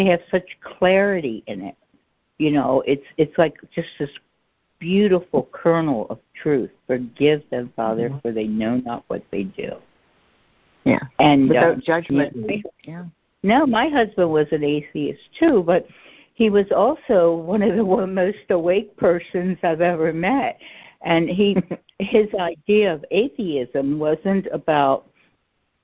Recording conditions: phone line